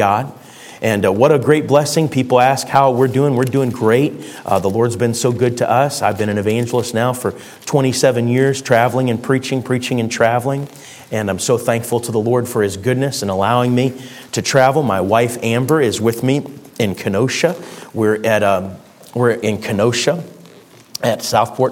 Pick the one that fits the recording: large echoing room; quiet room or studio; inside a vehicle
large echoing room